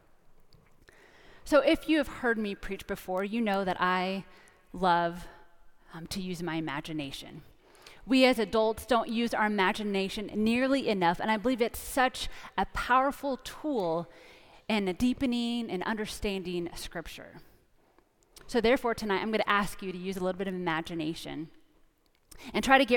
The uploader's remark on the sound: Preached in our 8 PM traditional candlelight service. 3101 Coit Road – Plano, TX.